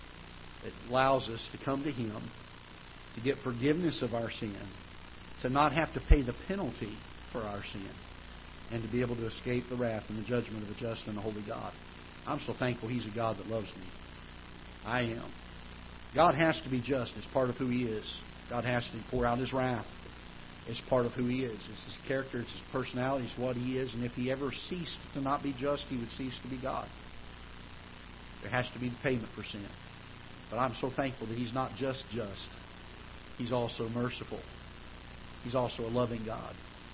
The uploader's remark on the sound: Ketha Heights Baptist Church ~ Live Broadcast